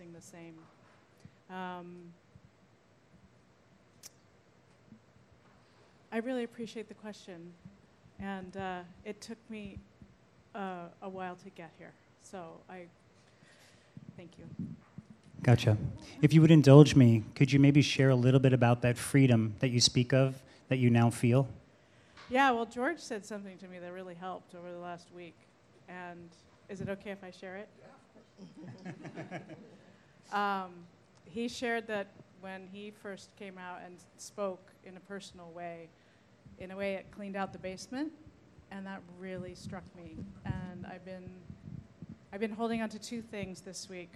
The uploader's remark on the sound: Recorded in front of our live audience at The Nutty Irishman immediately following the talks at our SPEAK: Growth pop-up event. In Farmingdale, New York.